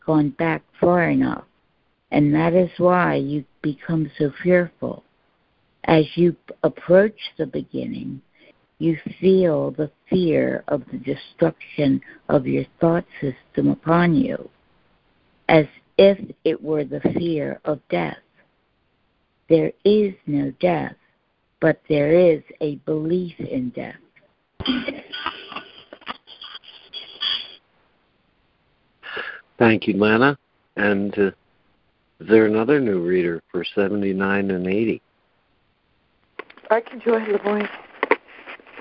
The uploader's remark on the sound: ACIM Daily Conference Call.